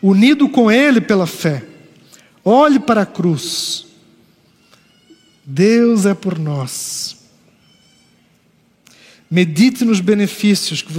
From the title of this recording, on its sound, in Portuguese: Culto ao vivo IBMorumbi